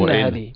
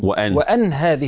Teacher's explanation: قرأ الكوفيون بكسر الهمزة مع تشديد النون. تمام. وإن هذه. تمام. وقرأ ابن عامر بفتح الهمزة مع تخفيف النون